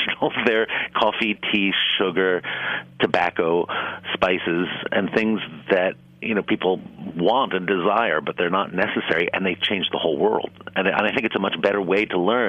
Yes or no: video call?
no